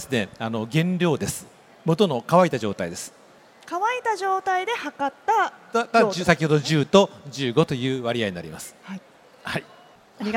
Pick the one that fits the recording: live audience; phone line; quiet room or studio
live audience